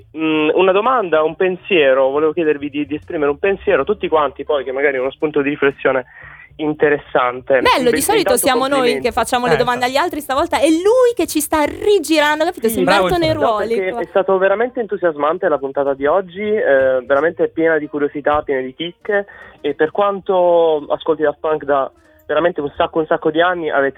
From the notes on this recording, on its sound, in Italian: Parlando al telefono con un ascoltatore